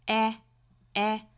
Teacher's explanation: Fancy 这个词里面的元音 a 跟刚才英式发法是不太一样了，英式的话呢发这个元音的时候更倾向于上下开口度更大一些，舌高位的点是比较靠口腔后部的 fancy 啊啊 fancy。但是美音的话呢更倾向于是左右嘴角裂开，舌高位就没有像英音那么的靠后，它更倾向于靠前一点的 aa。所以这个词发 fancyfancy。